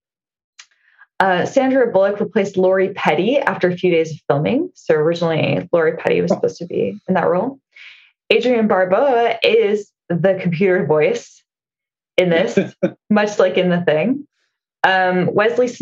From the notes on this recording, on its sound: COVID strikes, so you get another Zoom video episode.